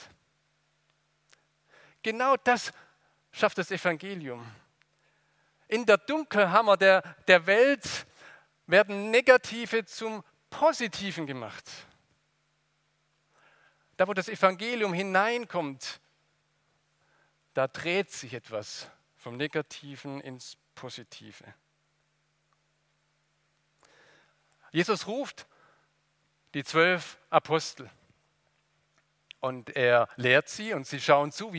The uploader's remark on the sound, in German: aus dem Gottesdienst der Liebenzeller Mission